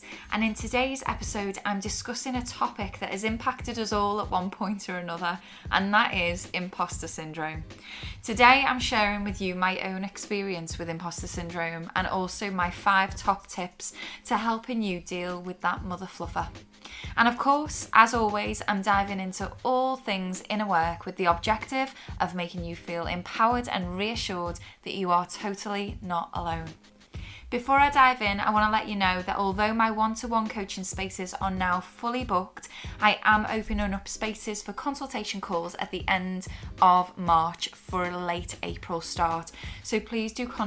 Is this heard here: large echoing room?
no